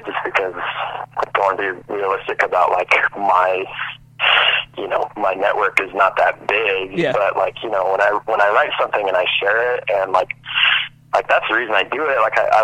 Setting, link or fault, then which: link, phone line